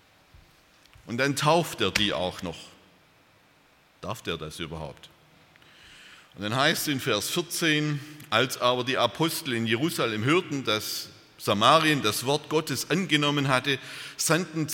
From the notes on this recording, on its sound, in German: aus dem Gottesdienst der Liebenzeller Mission